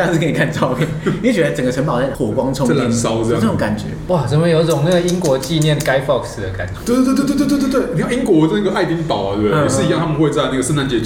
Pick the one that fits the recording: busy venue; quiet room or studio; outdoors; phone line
busy venue